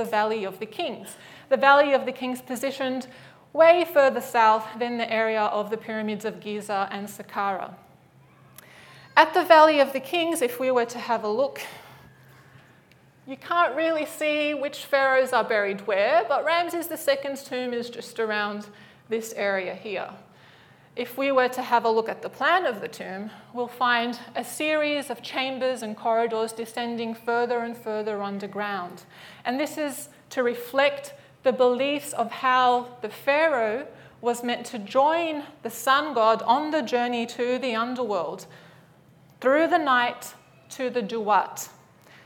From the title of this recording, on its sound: Live at the AM